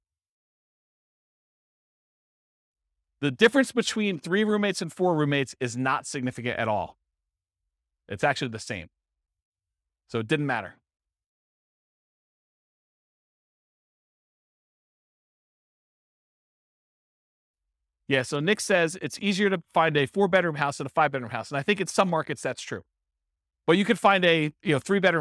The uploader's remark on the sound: This was a live class recorded